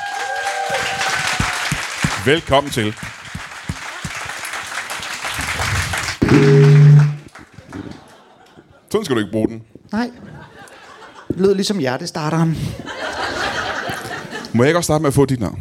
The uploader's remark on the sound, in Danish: LIVE fra Ramsømagle forsamlingshus